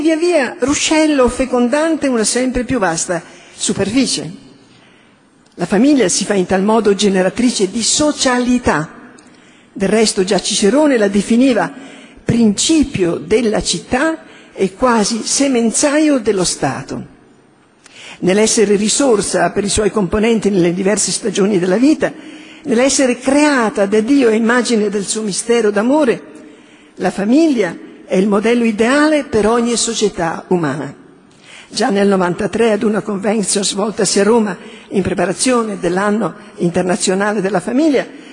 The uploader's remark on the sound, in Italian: A Lucerna al 19°congresso internazionale della Fondazione svizzera per la famiglia.